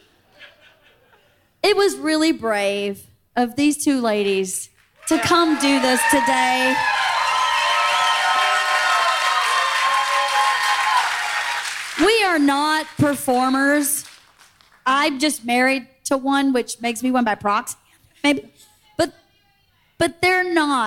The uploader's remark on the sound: Live From Fully Loaded at Sea